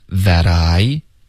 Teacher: That 跟 I 我们要连读 That I 的音也会浊化